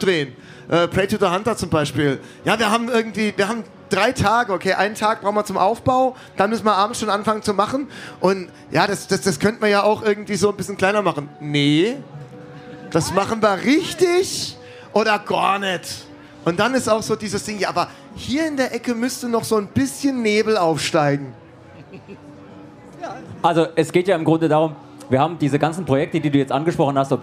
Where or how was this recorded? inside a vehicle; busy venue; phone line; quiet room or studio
busy venue